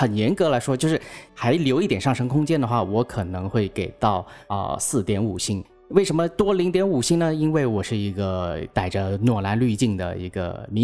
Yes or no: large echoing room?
no